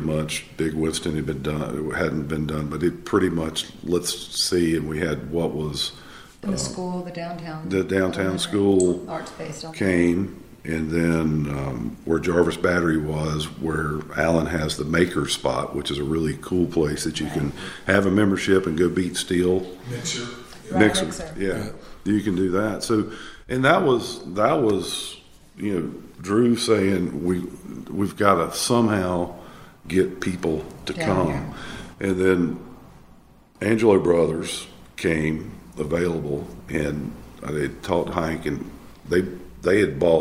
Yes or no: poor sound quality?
no